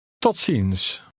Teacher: The Z is pronounced like an S when it follows a T, P, or K sound.